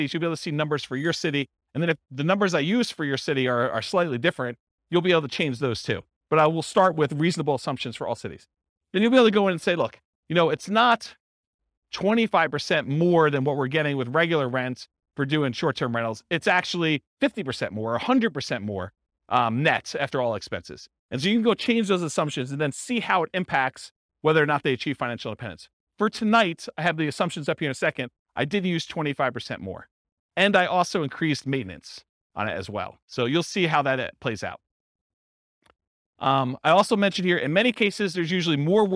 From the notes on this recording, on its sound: This was a live class recorded.